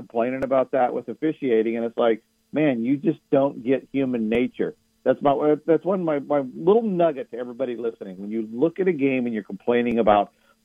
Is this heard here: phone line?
yes